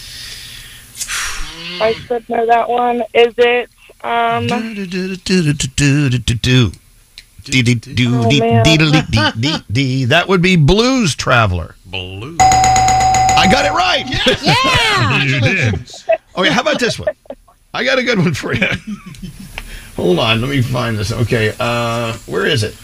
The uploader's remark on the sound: We get a former RA from Clown College on the phone to discuss admissions!